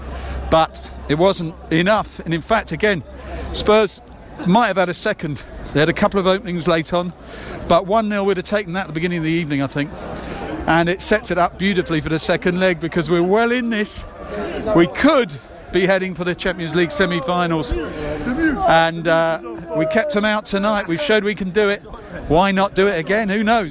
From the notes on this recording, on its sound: Live from world's greatest football stadium